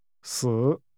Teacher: The only difference in this case is that 4 si is pronounced with a falling tone, while the word for death si is pronounced with a tone that falls and rises again